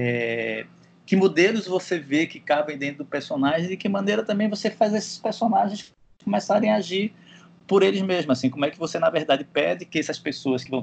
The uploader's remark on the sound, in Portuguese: Programa gravado à distância, já que o estúdio da Central3 está fechado por conta das medidas de segurança da quarentena.